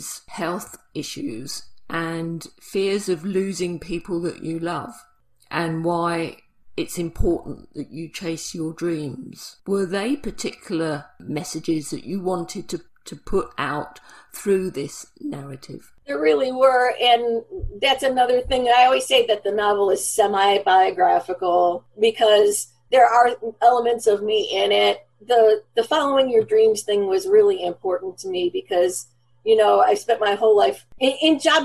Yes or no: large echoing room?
no